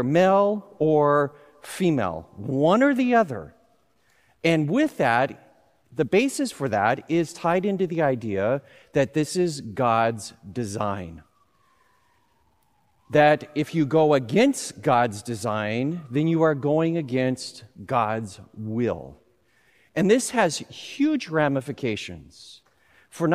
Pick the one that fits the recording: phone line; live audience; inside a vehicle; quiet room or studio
live audience